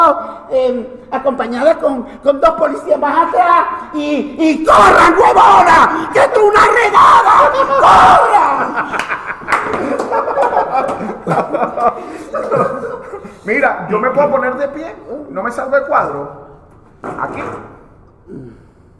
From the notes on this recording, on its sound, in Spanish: Techo Tres es un programa grabado en vivo.